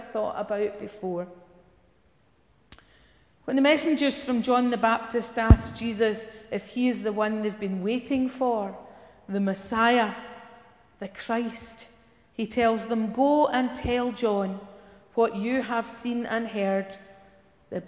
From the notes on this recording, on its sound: Morning worship recorded at Giffnock South Parish Church